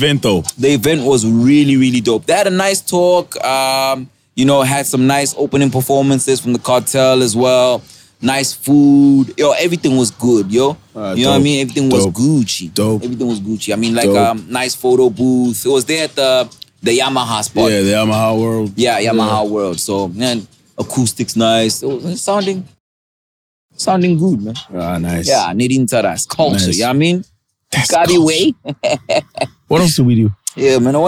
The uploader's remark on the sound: Live from the beach, coming to you live with some sand between our toes. Recorded at Sun Wild Coast.